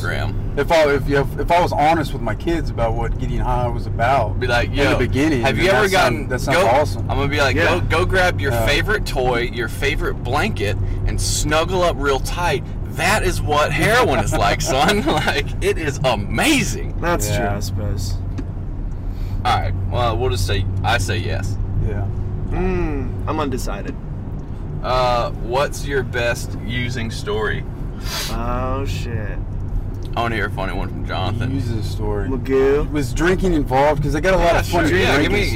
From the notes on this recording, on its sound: You'll have to excuse the rough audio quality..we were in a car, afterall.